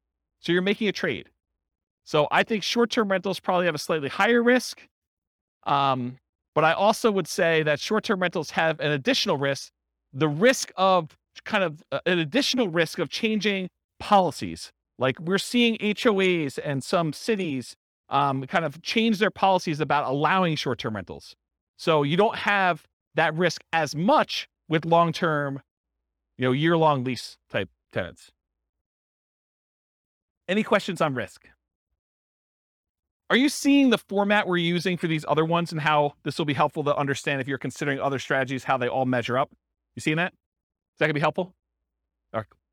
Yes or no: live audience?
yes